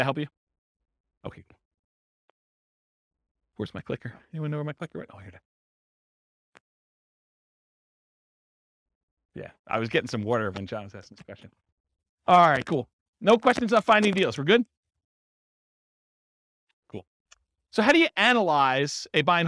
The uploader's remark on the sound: This was a live class recorded